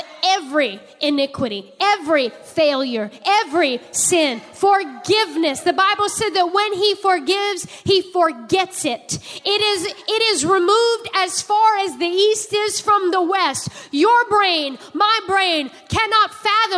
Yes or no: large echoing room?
yes